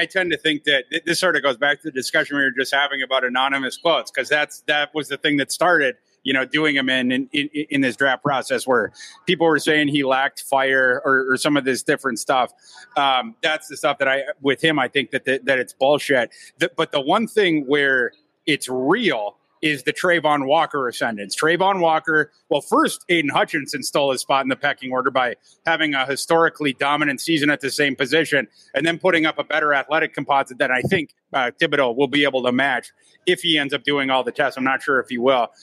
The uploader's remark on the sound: On today's live show from Lake Monster Brewery in St. Live at Lake Monster Brewing.